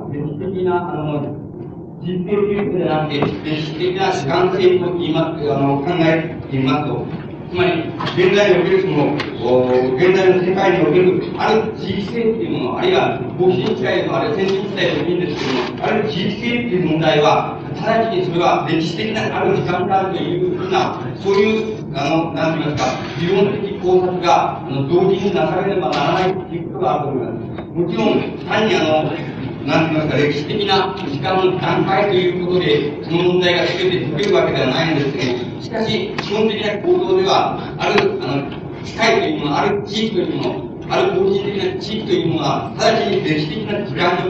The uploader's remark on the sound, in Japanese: 場所：中野公会堂。共産主義者同盟叛旗派の主催による 〈首都労学政治集会〉での講演。ノイズが多く、音質はよくない。